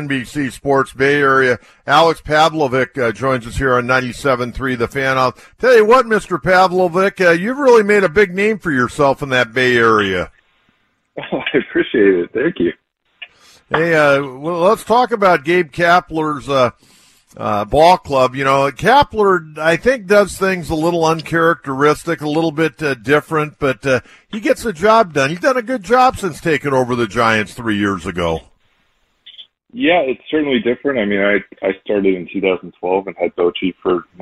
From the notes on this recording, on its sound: Takes phone calls from upset Padres fans.